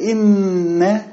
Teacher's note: إنا، هذه النون المشددة تغنى حركتين